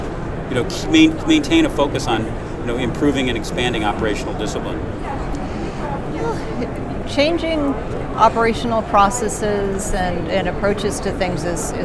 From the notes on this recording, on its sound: while both were at the RSA 2019 Conference